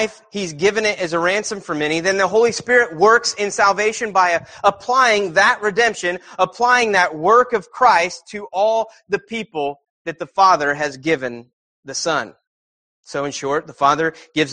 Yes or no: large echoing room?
yes